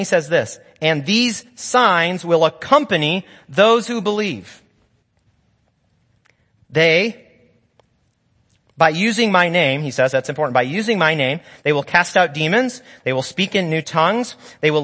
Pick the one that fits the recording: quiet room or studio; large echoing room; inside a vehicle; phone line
large echoing room